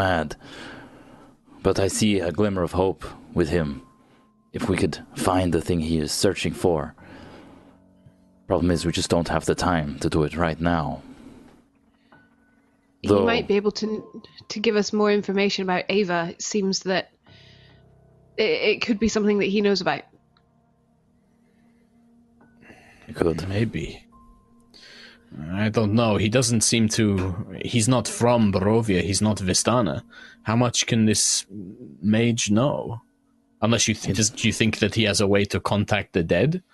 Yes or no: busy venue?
no